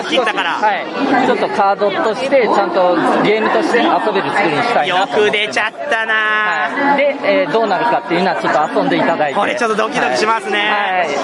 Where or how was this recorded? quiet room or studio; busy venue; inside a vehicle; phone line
busy venue